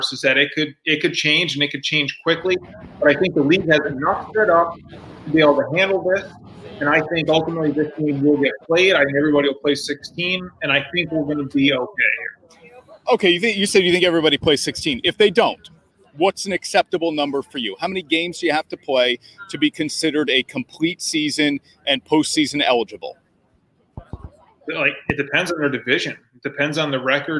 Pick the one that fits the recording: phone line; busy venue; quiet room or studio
busy venue